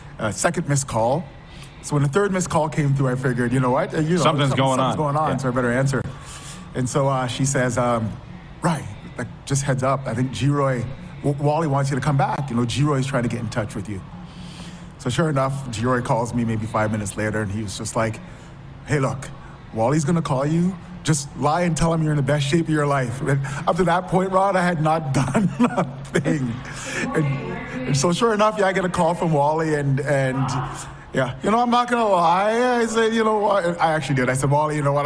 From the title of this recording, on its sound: LIVE on Location!